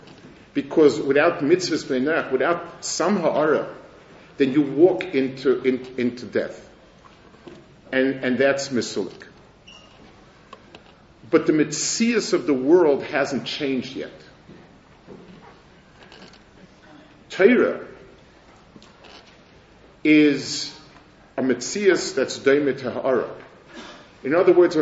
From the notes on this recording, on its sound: Delivered at the Mir Yerushalayim